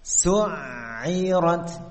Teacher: Jadi antara menahan dan mengalirkan suara. Dalam posisi ain yang bertasydid, maka suaranya itu akan tampak selama huruf itu diucapkan. · Term: sifat bainiyah